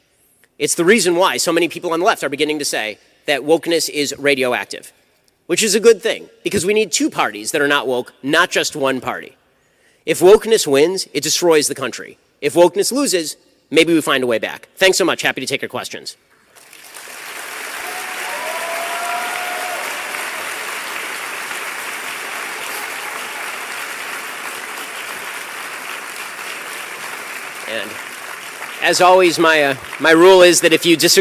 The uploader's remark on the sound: LIVE at Florida State University.